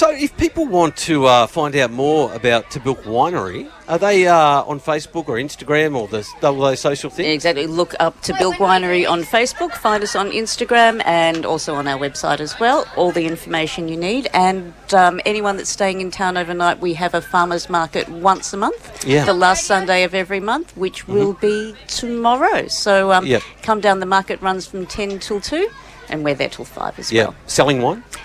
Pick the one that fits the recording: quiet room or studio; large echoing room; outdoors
outdoors